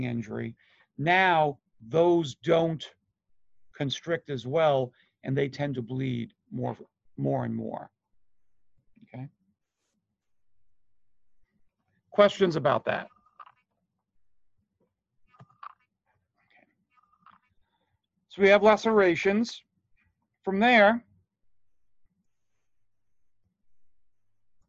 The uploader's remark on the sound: Online Session Audio.